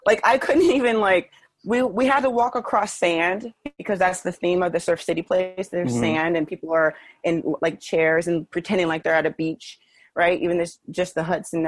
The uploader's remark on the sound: spoke with me over Zoom